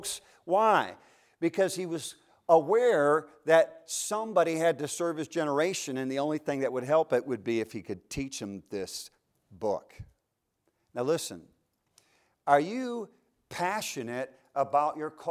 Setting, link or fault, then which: setting, large echoing room